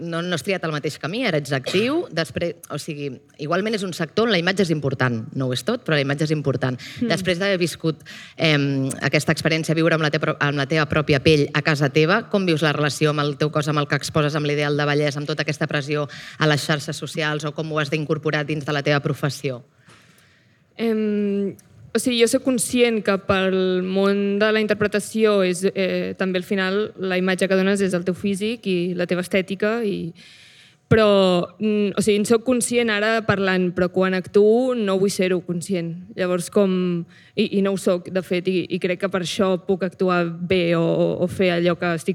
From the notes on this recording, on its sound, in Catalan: Programa en viu des de la jornada de pòdcasts per combatre la pressió estètica organitzada per Ràdio Primavera Sound, el departament d'Igualtat i Feminismes de la Generalitat de Catalunya i l'institut Català de les Dones.